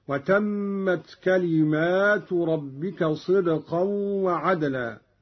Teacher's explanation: قرأ قالون بألف بعد الميم على الجمع